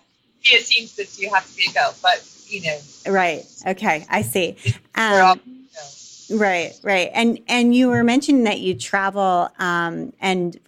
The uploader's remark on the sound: Please note that we had audio recording issues with this episode. We did our best in post-production, bug the audio quality is not up to our usual standards.